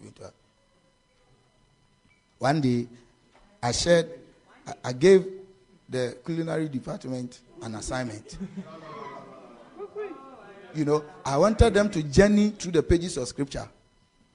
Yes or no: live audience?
yes